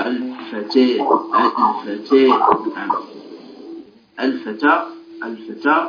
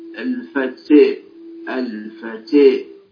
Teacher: أن تنحو بالفتحة نحو الكسرة، لا تبقيها فتحة صريحة ممكنة كما هي · Shown in: second take · ولكن يعني لا تمكن لها فكأنك تريد أن تنحو بها نحو الكسرة. · Term: الإمالة